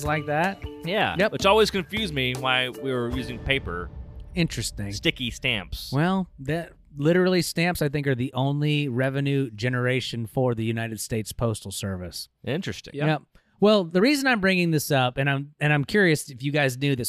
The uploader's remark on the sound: Today, we're recording from a rainy mountaintop, embracing the chill and the thrill.